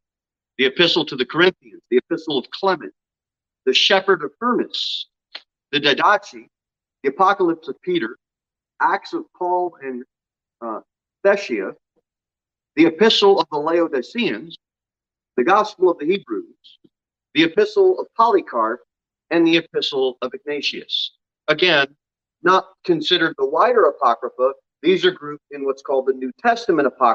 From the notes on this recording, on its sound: Sermon delivered at Pilgrim Baptist Church on Sunday, August 21, 2022 at 6:15 pm. Jere Whitson Rd.